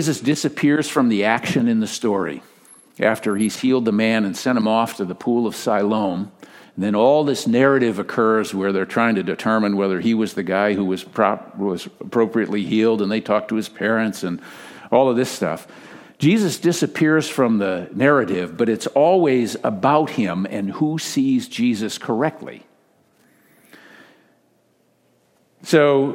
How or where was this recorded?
large echoing room